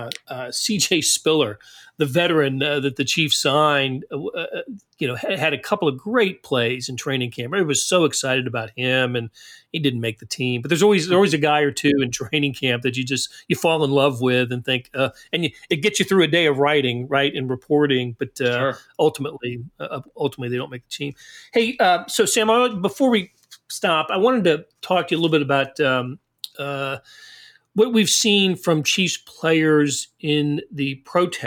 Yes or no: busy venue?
no